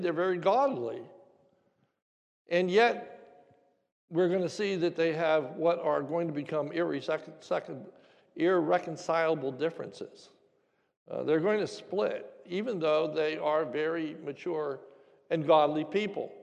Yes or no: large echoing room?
yes